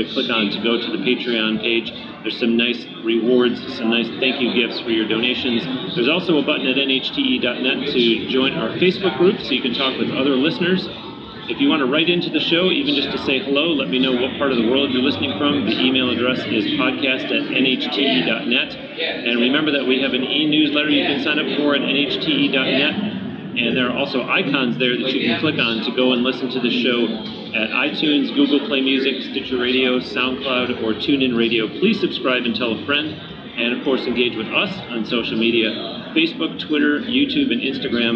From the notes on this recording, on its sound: Recorded on-location in Nashville at the Summer NAMM Show